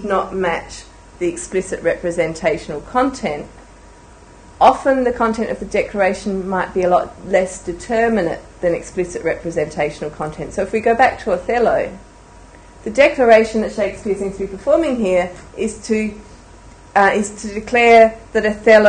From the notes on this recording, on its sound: A public lecture held on 26 January 2011.